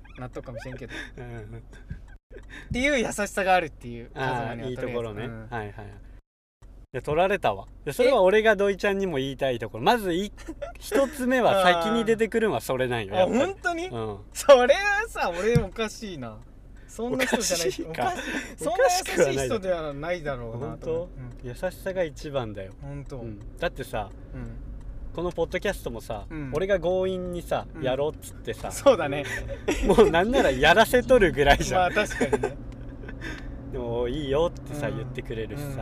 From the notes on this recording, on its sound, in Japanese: ボードの帰り道に、ただ喋ってるだけじゃもったいないよね、、収録でもしてく？のテンションで全くテーマを決めずとった。またまた車なので聞き苦しいかもしれないですし。